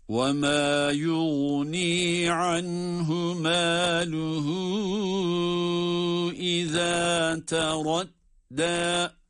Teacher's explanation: Maluhu iza teradda derken burada yine meddi munfasıl oluyor. Dört elif miktarı kadar uzatılabiliyor.